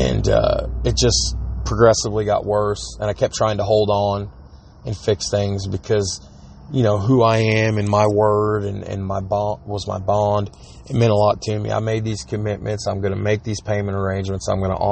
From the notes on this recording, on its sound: recorded right off his cellphone